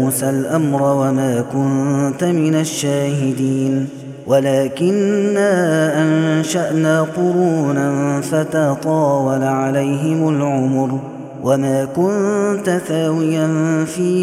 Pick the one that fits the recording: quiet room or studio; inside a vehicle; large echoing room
large echoing room